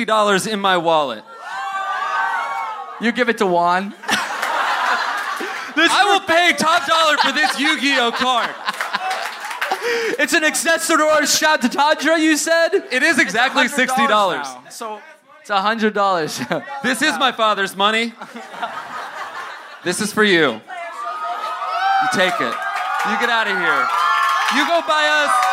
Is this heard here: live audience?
yes